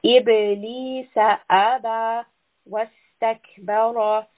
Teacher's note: ra is sometimes heavy, sometimes light. In this case, ra is heavy.